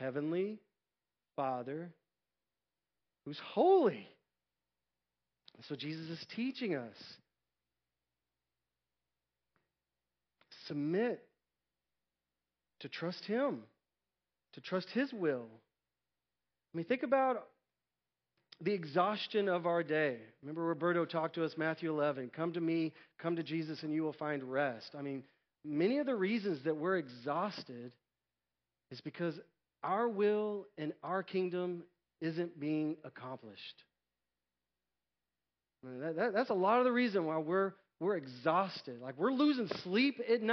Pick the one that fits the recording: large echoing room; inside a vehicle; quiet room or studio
large echoing room